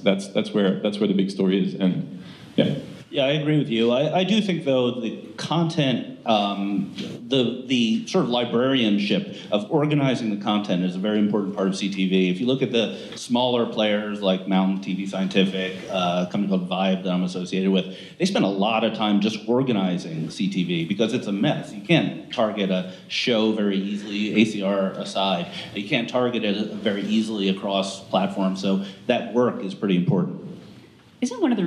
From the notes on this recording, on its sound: Live from "ID5 On the Road" conference. This week we recorded live.